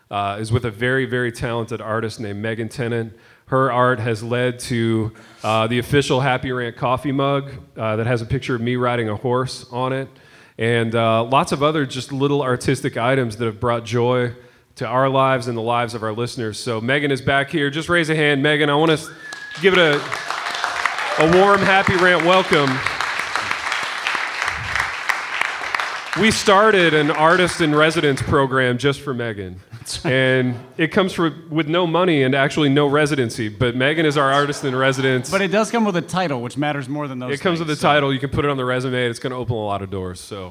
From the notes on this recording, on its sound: INDY LIVE, Part 3: Audience Q&A. LIVE IN INDIANAPOLIS.